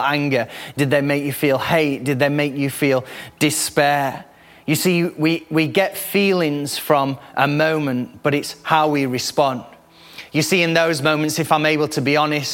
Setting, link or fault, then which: setting, large echoing room